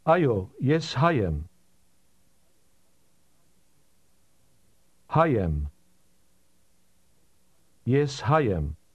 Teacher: Did you hear how am and are ran together